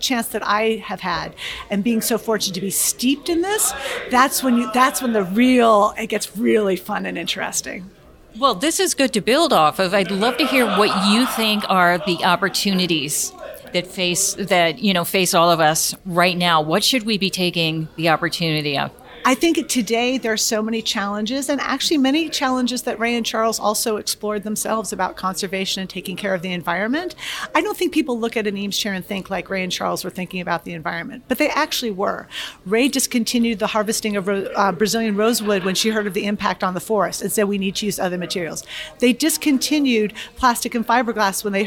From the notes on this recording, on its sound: Live from the 2023 SEGD Conference. Live from SEGD’s 50th Anniversary Conference in Washington, DC.